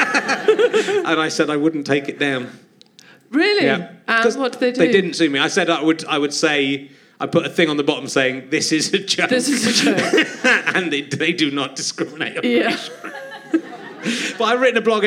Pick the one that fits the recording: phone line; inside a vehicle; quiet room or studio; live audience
live audience